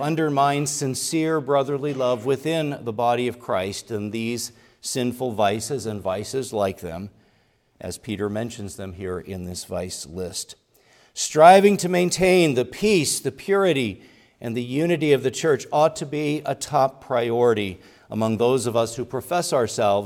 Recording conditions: large echoing room